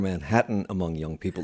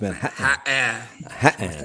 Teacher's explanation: the lack of a liaison after a T before a vowel sound in Manhattan · Shown in: second take